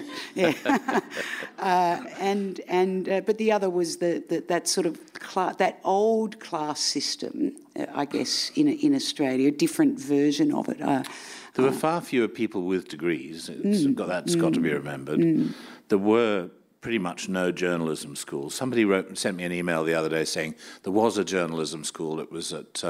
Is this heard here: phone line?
no